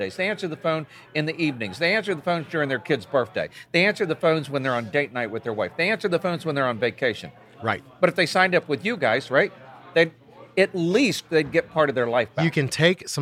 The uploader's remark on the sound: recorded with them during the inspection fuel conference last October